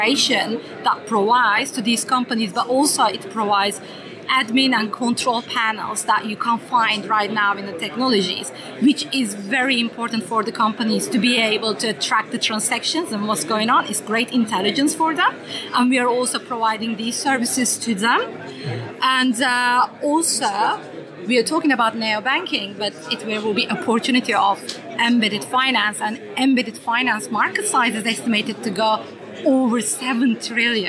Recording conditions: busy venue